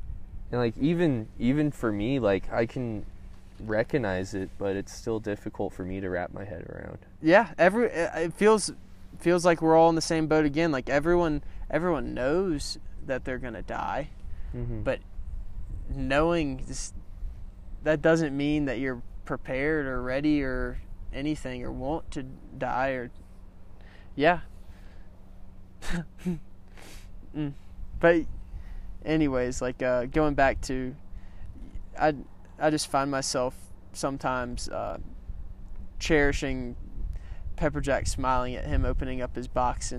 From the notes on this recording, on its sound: Talk at mile 700 of the Pacific Crest Trail.